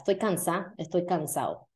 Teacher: You're not really going to pronounce the D, so you just kind of accent that last.